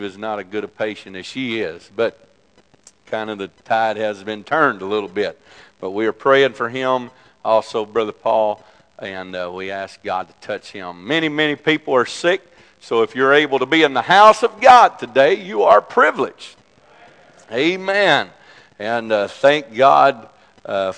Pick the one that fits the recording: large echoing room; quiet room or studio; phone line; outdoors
large echoing room